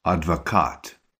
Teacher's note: Just note how the emphasis is on the end of the word, адвокат.